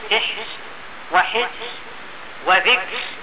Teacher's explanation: الراء ساكنة في حال الوقف وقبلها ساكن وقبل الساكن كسر، فإنها ترقق في حال الوقف أيضا، مثل كلمة سحر وحسر وذكر، فإنها ترقق في هذا كله.